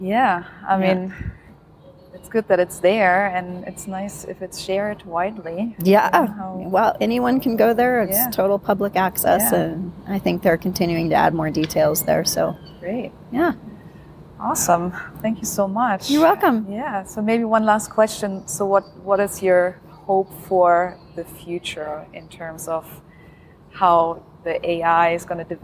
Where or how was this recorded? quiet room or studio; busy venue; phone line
busy venue